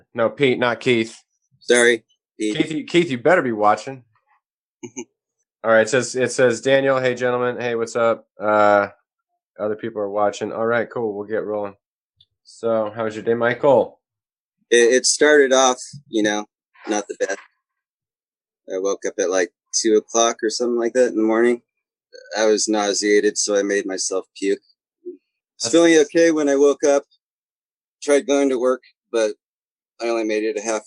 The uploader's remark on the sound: The guys have their first-ever "Zoomfire" session.